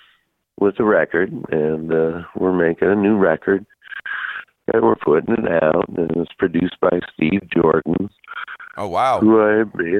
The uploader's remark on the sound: Called.